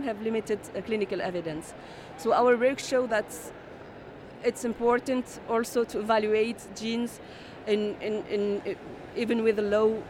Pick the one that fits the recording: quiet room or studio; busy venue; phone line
busy venue